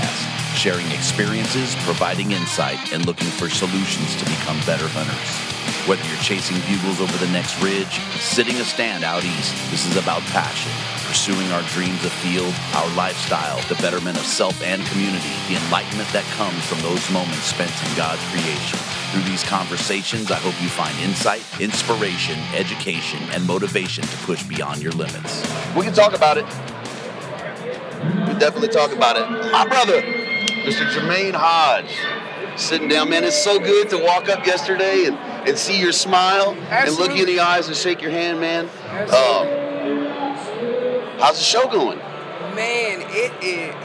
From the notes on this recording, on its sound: The Wapiti Wednesday edition live from Western Hunting and Conservation Expo in Salt Lake continues from the Initial Ascent booth!